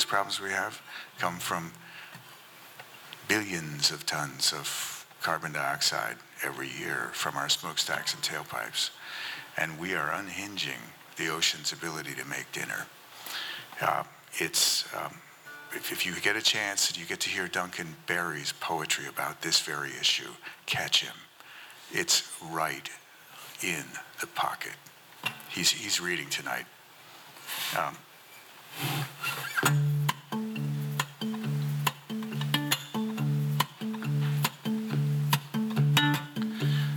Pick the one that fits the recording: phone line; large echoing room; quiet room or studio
large echoing room